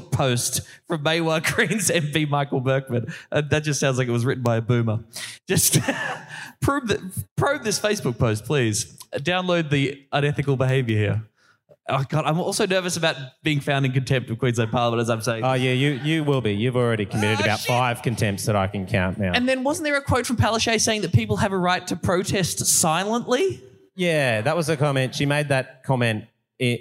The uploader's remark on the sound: First ever live show together, recorded live at Greens National Conference in Brisbane!